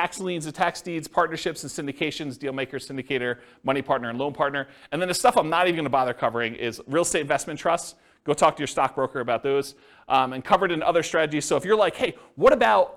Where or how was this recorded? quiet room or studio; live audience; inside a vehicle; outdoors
live audience